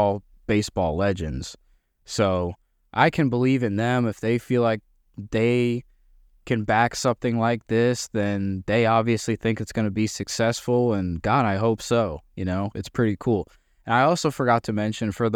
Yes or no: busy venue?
no